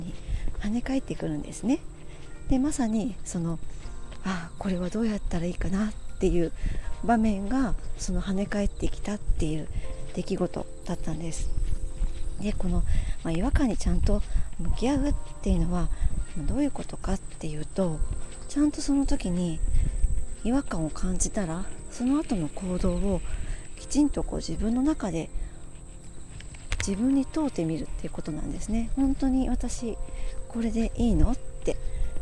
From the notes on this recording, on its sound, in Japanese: 途中風の音など入りお聞き苦しい所があります、すみません。福岡。Stand.fm。